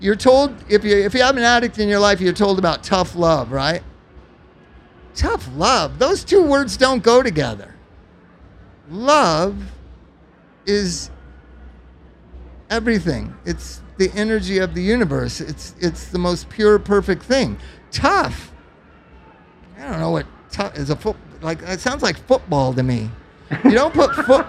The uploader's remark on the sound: Live from OhanaFest.